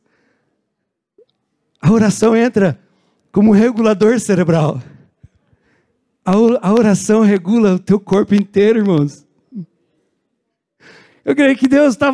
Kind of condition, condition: setting, large echoing room